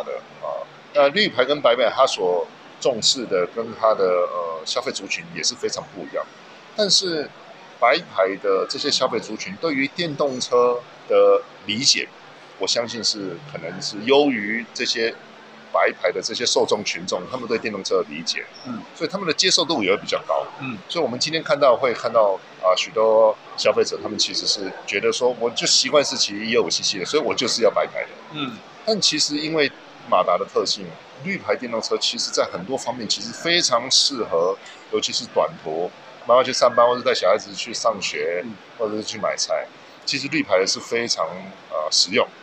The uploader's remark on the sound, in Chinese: Kisplay米蘭二輪車展現場直擊！